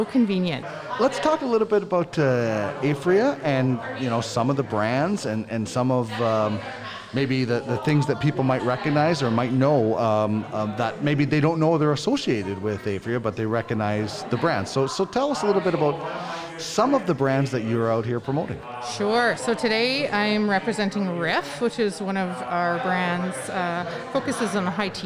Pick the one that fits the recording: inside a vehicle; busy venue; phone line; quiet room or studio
busy venue